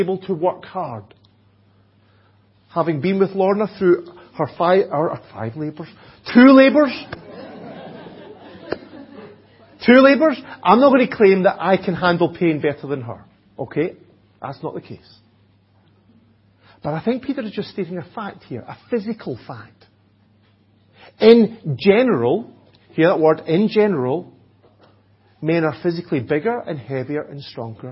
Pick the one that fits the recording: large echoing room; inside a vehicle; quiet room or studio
large echoing room